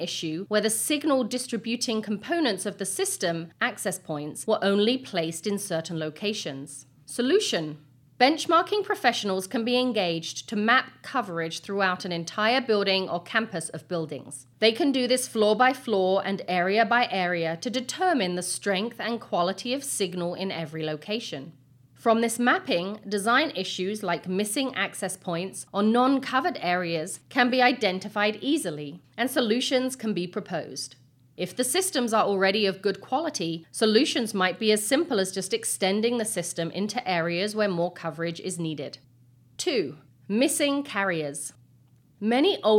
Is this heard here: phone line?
no